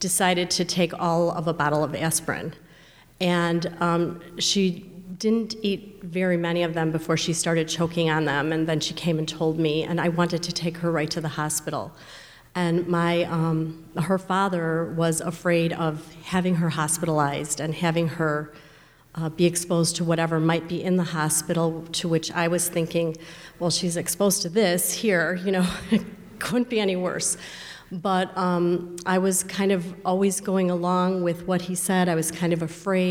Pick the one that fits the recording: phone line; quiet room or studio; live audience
live audience